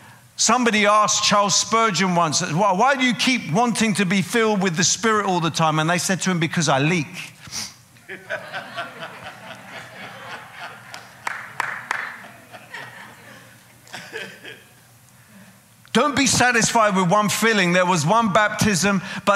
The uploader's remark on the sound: Preaching at a CCF Ministries in Lowell.